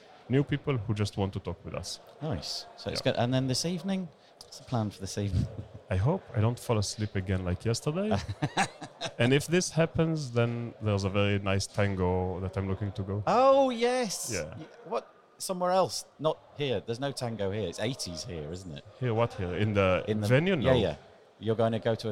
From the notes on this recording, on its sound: They are both interviews which were recorded in the corridors of WordCamp Europe, so apologies for the background noise.